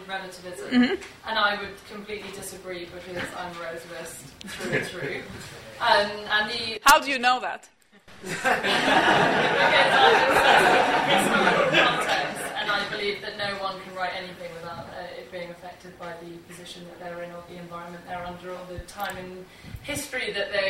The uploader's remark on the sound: Six philosophers have ten minutes each to pitch their arguments to a live audience.